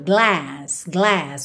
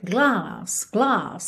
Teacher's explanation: No inglês americano, a gente tem um A mais mais espalhado · Shown in: first take · glass, glass, um pouquinho mais horizontal.